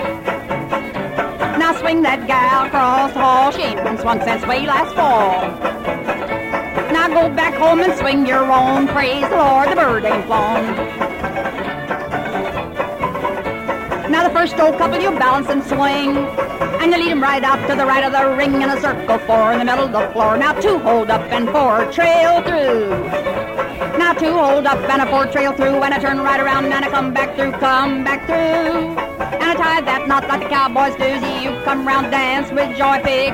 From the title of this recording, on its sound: Live Dance Recording of Santa Monica Jubilee (1950)